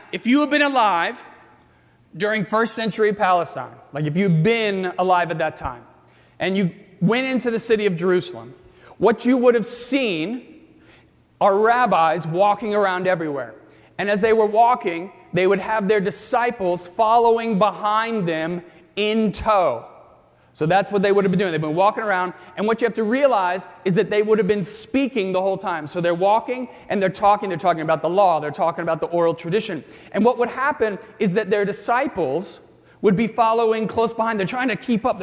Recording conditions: large echoing room